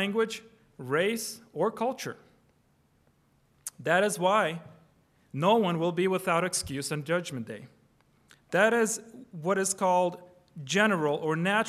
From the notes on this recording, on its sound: Preached on August 13, 2023 (Evening) at Trinity Presbyterian Church ( Evangel Presbytery ) in Spartanburg, SC. Preached on August 13, 2023 (Evening) at Trinity Presbyterian Church ( Evangel Presbytery ) in Spartanburg, SC.